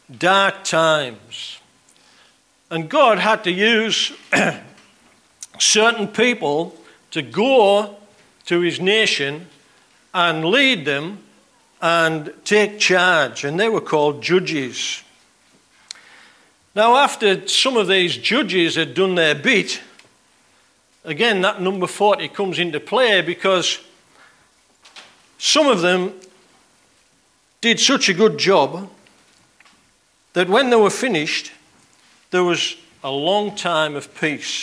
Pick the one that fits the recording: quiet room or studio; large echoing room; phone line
large echoing room